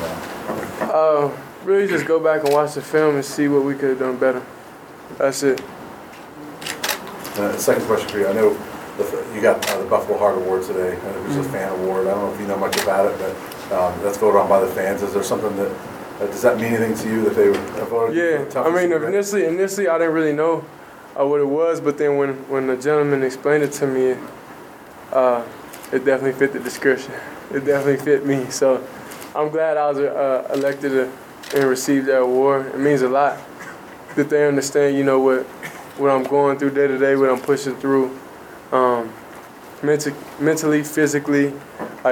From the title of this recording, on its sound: Post-game press conference